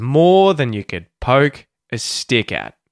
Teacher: you'll notice than, you, could, and a pretty much get reduced and given a schwa vowel sound